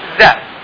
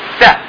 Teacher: لان اثناء النطق بصوت ذا يحدث توتر في الوترين الصوتيين، لكن صوت مثل س، صوت مثل س لا يحدث توتر في الاوتار الصوتية. علشان تعرفون هناك توتر ليس هناك توتر، حاولوا تحطون اصبعكم في هذه المنطقة وحاولوا تنطقون بذا. · Term: مجهور